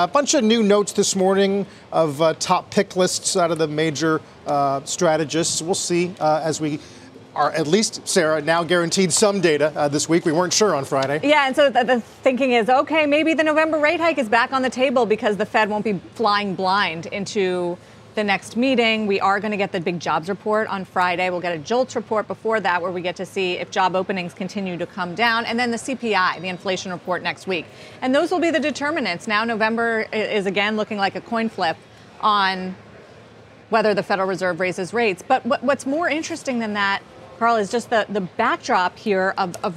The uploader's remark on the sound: joined the anchors live at Post 9